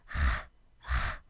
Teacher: You will need to create friction at the back of your tongue into your throat, a light friction. · Term: French R